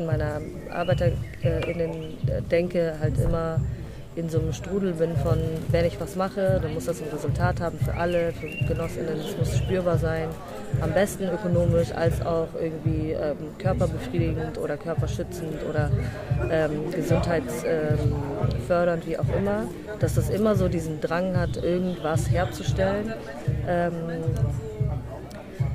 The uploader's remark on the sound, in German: Mit Iced Coffee (Hafermilch) sitzen wir auf dem Schulhof des Prosanova-Festivalgeländes in der Sonne.